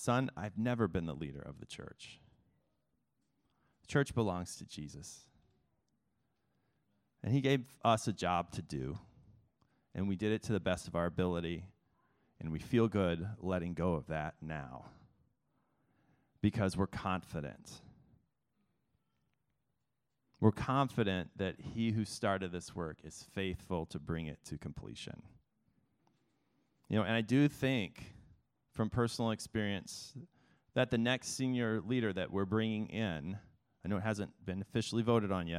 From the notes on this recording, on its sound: This service was recorded in its entirety for those who could not attend.